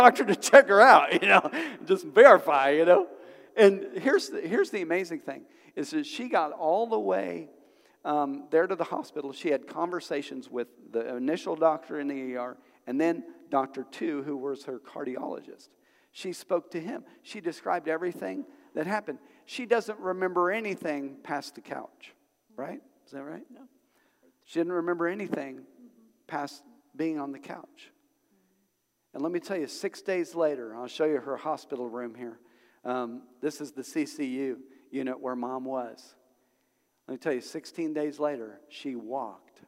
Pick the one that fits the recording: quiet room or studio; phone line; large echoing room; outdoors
large echoing room